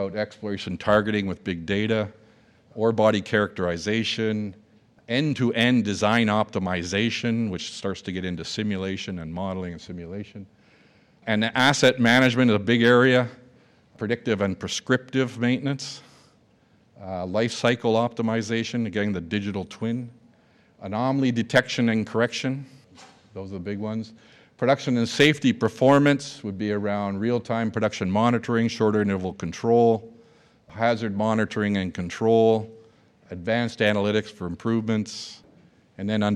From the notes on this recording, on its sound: a keynote speech recorded live at The Northern Miner's Progressive Mine Forum held at the MaRS Discovery District in downtown Toronto in October 2018